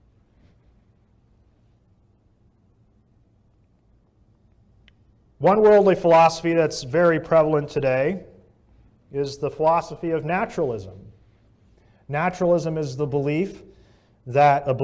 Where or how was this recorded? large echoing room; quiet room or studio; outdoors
large echoing room